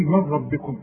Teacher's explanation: النون تسقط لأن بعدها راء